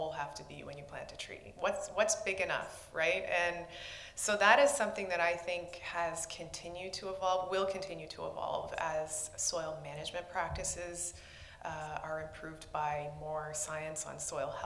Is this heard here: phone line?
no